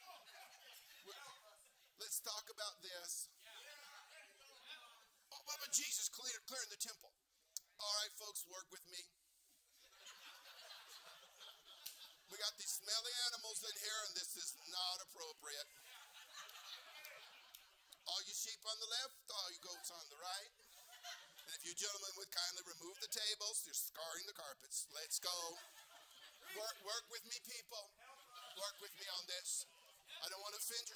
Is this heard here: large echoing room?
yes